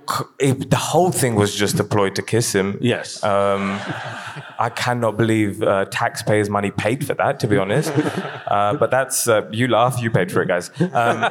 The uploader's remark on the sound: We had a big old party at Kings Place in London. Not to mention about 400 of you, our brilliant listeners. Answer questions from the audience.